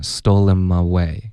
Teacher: stole 的这个 L 跟后面 him 读成 lim